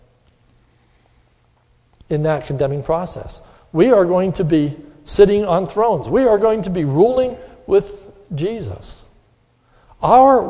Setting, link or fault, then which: setting, large echoing room